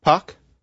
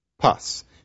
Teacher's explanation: if you say pak, there's a tendency for that vowel to rise a bit in pitch, especially compared to if you go pas · Shown in: first take · So, pak, pas.